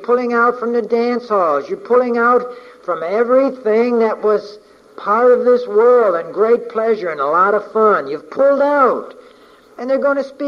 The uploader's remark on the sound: From a message preached on May 29, 1988